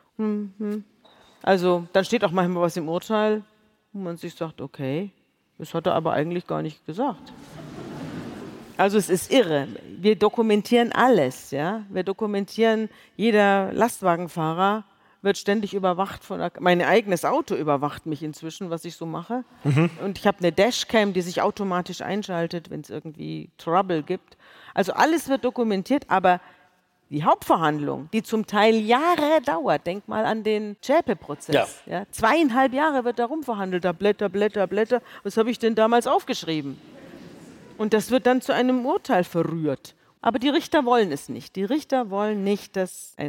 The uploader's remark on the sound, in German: bei einem Live-Auftritt in der Münchner Isarphilharmonie